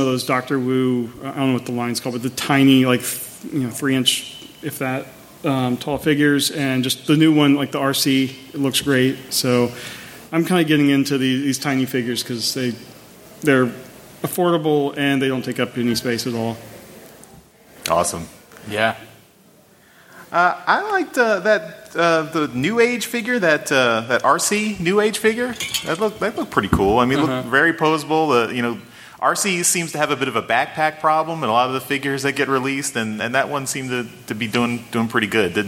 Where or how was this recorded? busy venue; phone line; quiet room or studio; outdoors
busy venue